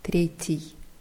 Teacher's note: T ist weich, weil I danach kommt.